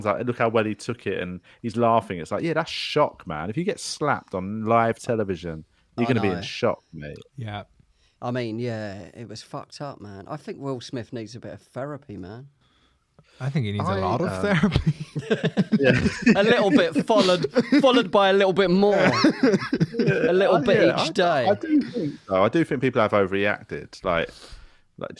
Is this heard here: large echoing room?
no